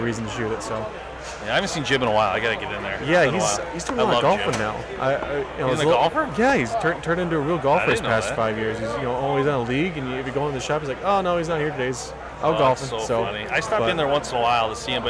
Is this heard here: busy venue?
yes